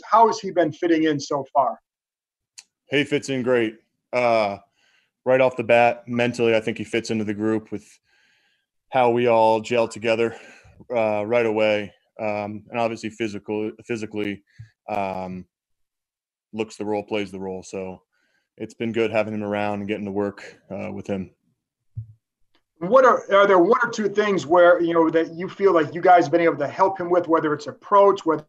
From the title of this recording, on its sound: Zoom Press Conference